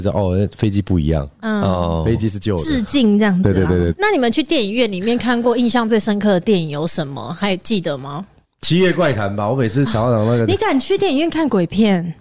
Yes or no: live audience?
no